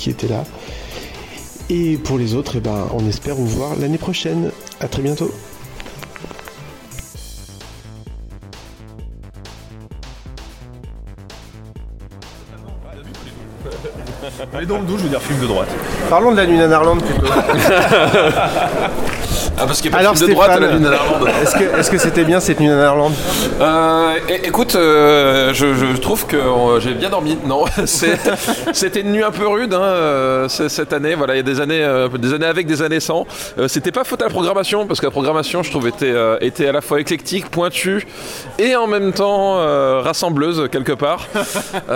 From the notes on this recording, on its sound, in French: Un debrief enregistré au petit matin devant le Grand Rex